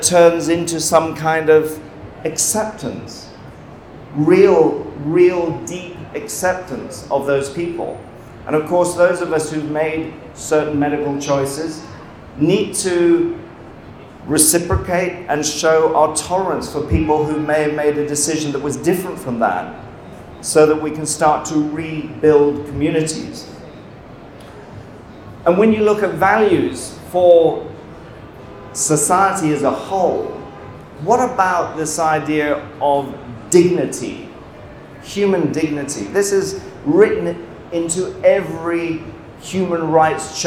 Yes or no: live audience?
yes